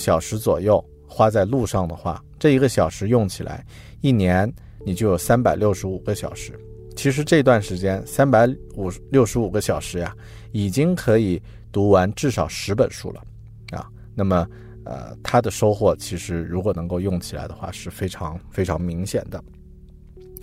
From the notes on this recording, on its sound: I recorded this episode in my car before I drove to office to work.